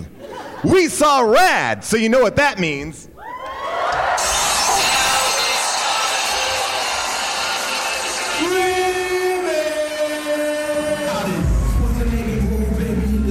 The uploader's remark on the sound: Live from Onion Fest in Chicago